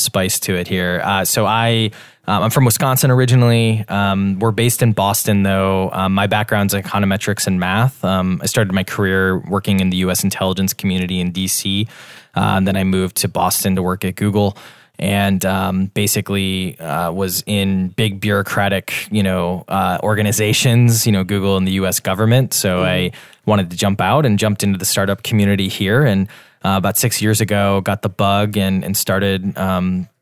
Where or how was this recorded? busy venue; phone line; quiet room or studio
quiet room or studio